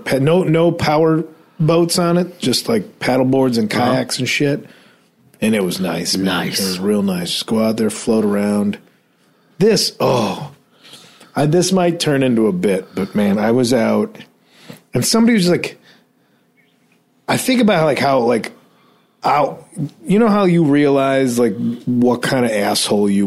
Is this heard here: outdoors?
no